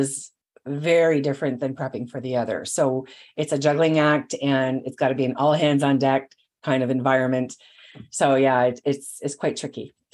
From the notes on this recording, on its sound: this was initially recorded as a video webinar